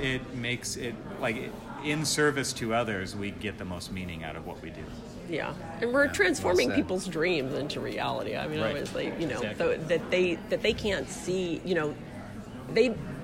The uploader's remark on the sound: At the CONSTRUCT Conference in Long Beach, California in Fall 2018. Please excuse the background noise, because we were in the banquet room. After we rearranged the stage with furniture, we found the time to do the first part and finished up afterwards.